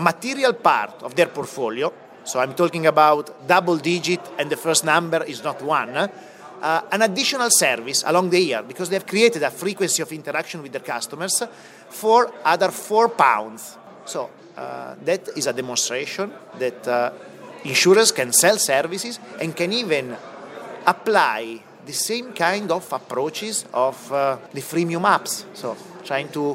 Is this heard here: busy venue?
yes